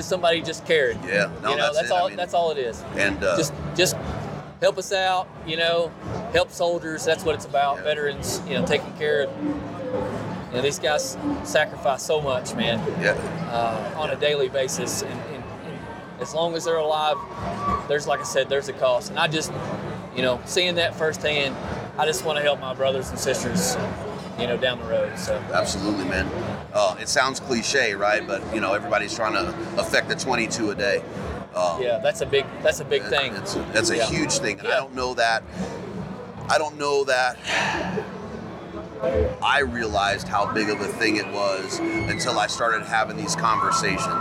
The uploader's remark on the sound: Live from Hunt Expo 2020. At the Initial Ascent Mountain Dude table.